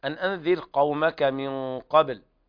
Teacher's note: تفخم الغنة لوجود حرف الاستعلاء بعد النون الساكنة، هو إخفاء حقيقي، والغنة تابعة لما بعدها تفخيما وترقيقا.